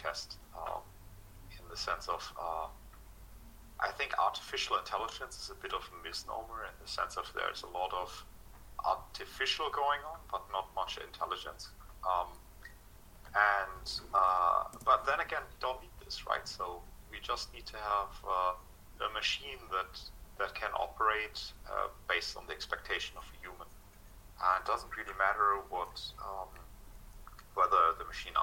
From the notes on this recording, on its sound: Test - sound recorded. Meeting sound - not clear.